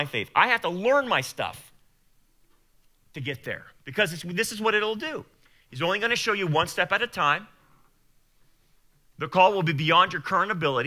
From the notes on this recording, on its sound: Sermon Audio Sunday Service